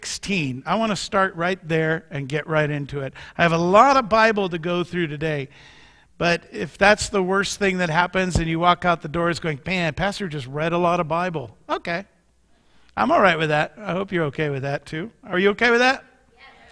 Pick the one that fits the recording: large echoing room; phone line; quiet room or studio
large echoing room